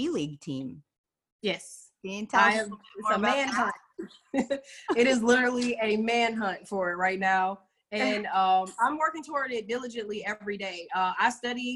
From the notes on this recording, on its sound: In this Zoom episode